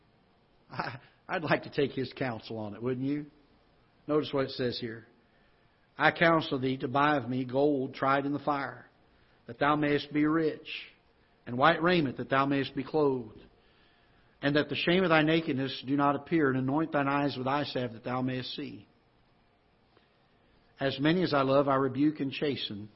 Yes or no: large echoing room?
yes